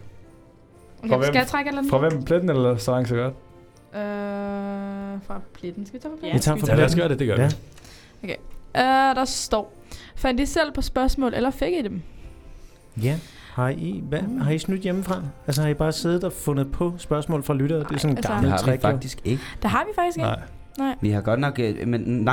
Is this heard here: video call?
no